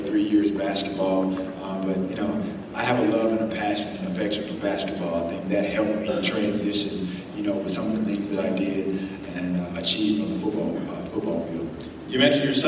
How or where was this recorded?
busy venue